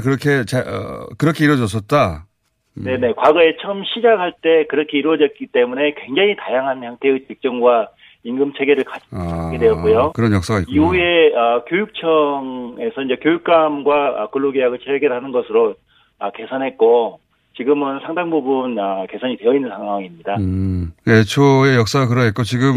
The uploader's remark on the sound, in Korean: 전화연결